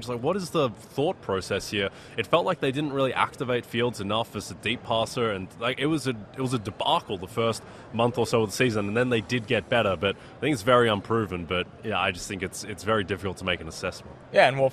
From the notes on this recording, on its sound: Live from Radio Row in Las Vegas